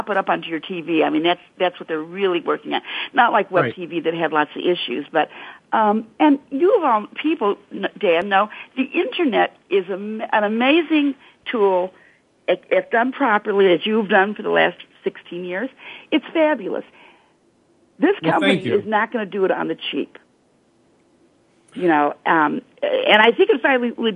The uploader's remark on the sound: This week, the topic is up for grabs as the phone lines are opened up to fans.